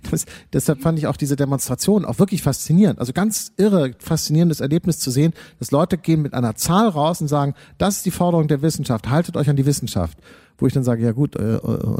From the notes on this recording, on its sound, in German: Das Gespräch wurde im Rahmen der Veranstaltungsreihe „Unter vier Augen“ am 21. November 2019 am Schauspiel Köln aufgezeichnet.